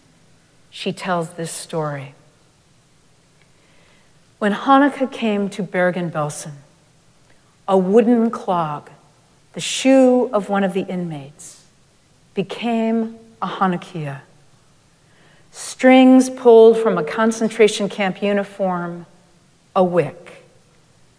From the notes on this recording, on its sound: Recorded live at Arlington Street Church, Sunday, December 10, 2023.